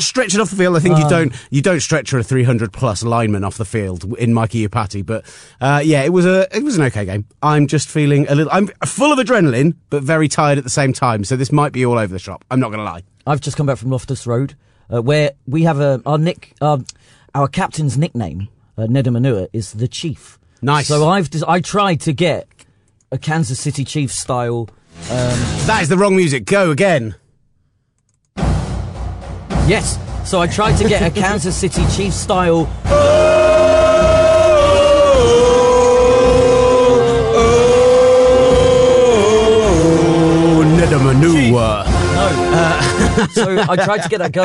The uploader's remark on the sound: joins us on the phone for one of our favourite interviews of the year